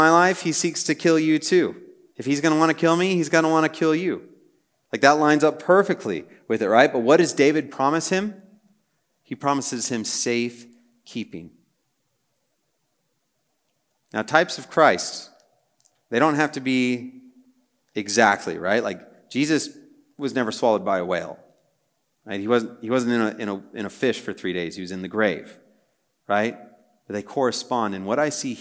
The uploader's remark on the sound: Message preached on March 23, 2023 at a Thursday Night Gathering of Coram Deo College Ministry.